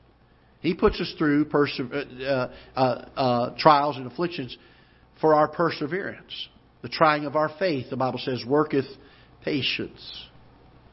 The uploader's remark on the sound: Ketha Heights Baptist Church ~ Live Broadcast